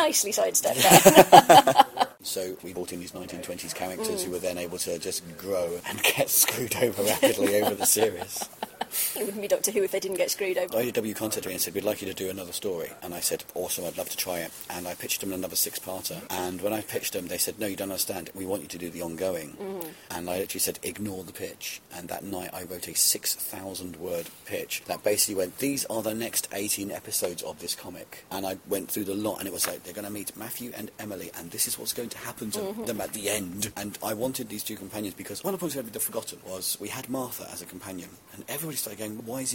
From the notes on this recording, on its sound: With a microphone at MCM Expo, the big comic con down in London.